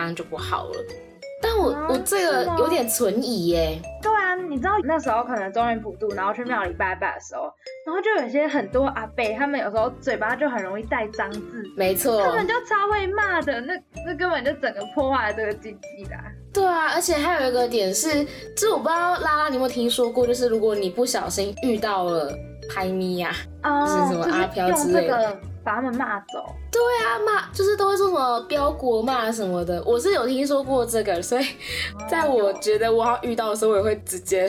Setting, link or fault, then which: fault, background noise